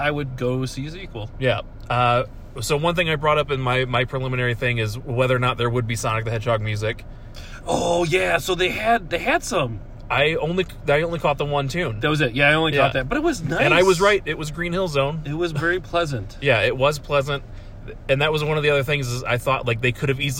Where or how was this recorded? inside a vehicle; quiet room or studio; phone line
inside a vehicle